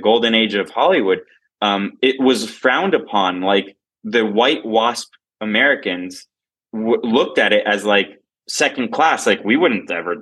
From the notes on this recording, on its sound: Recorded via Zoom at a Starbucks in somewhere in Miami.